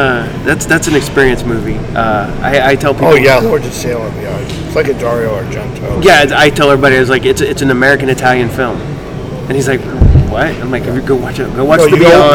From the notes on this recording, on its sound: This will be the first of some shorter interviews, Where I got a few interview at the Haunted Screams Expo in Hampton VA.